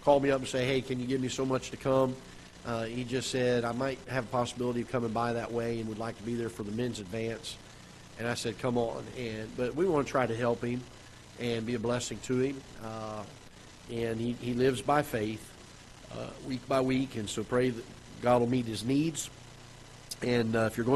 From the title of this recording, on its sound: Ketha Heights Baptist Church ~ Live Broadcast